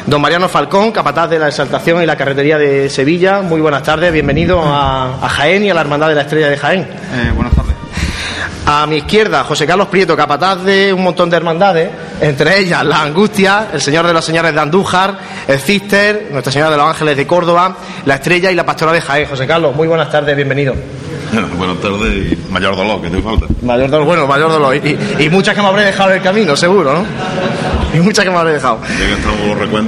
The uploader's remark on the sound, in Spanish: La Casa de Hermandad de la Estrella acogió el sábado, 8 de noviembre, una tertulia de capataces y costaleros que grabamos el equipo de Pasión en Jaén para emitirla en diferido al siguiente jueves a través de Onda Jaén Radio.